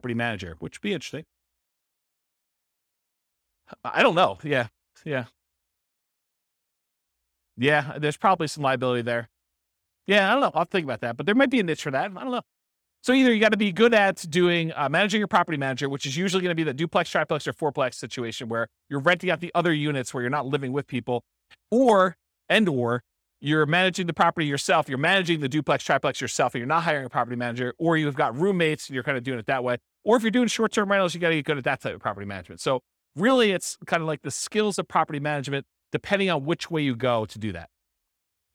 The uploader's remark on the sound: This was a live class recorded